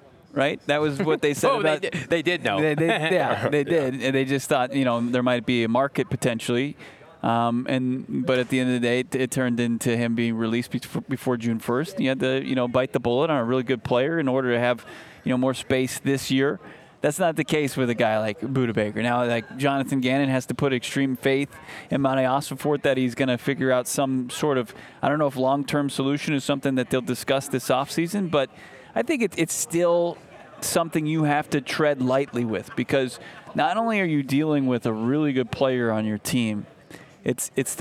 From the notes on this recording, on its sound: LIVE at the NFL Combine. LIVE from the 2024 NFL Combine in Indianapolis!